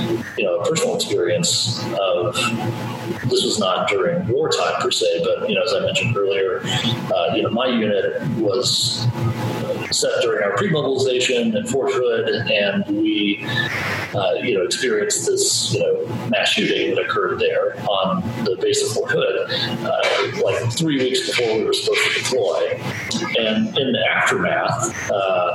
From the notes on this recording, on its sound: Again, the sound quality is not ideal, but the content is important.